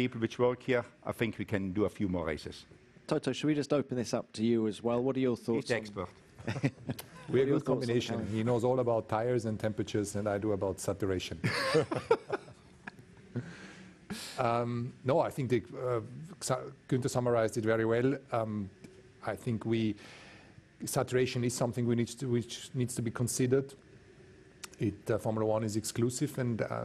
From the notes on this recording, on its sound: Friday Canada Team Principles Press Conference